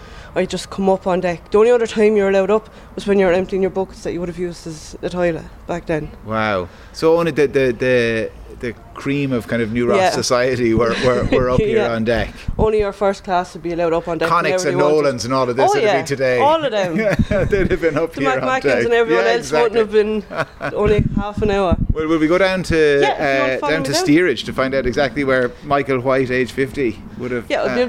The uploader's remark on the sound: While broadcasting LIVE from the Dundrody Visitor Centre as part of the Kennedy Summer School